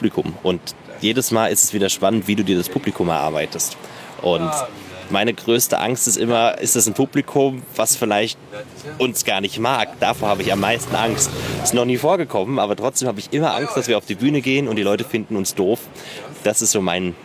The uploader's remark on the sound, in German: Die fünf Jungs öffnen für meinen Podcast ihren Tourbus. In dieser Episode bin ich bei einem Live-Auftritt dabei.